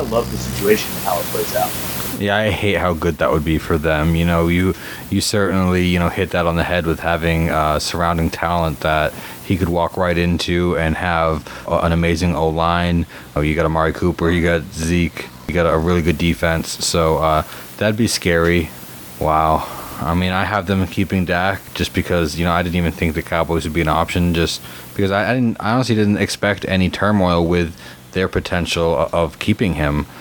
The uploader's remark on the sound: Attacked by sound problems this episode.